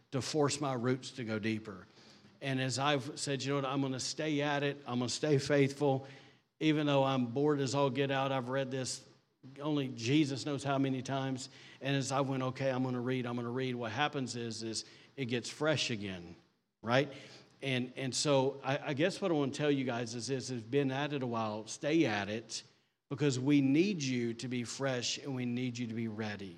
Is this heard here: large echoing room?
yes